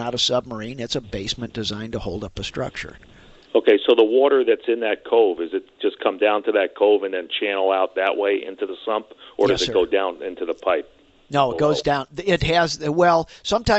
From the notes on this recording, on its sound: takes your phone calls